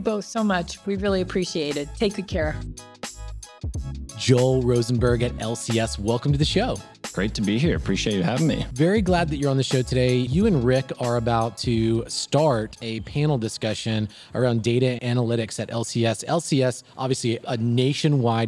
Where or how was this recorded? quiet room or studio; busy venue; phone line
busy venue